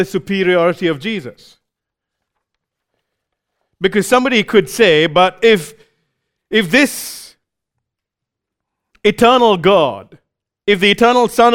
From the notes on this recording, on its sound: recorded live at Grace Community Bible Church